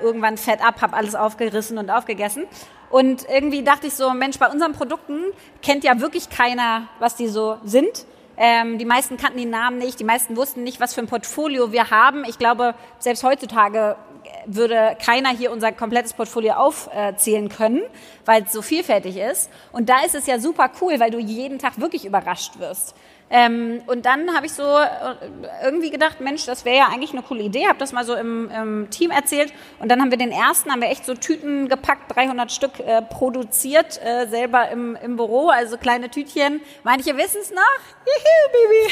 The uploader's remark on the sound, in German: In Berlin stattfand – und genau dort entstand auch die erste Live-Folge unseres heart2heart-Podcasts. Live auf der Bühne haben wir vor großem Publikum.